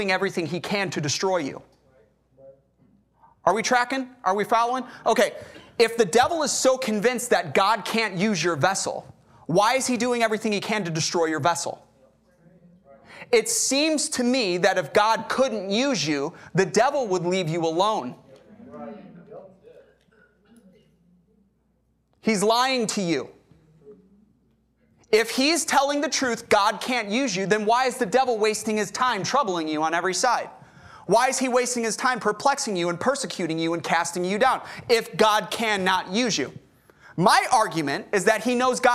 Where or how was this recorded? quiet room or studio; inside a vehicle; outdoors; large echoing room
large echoing room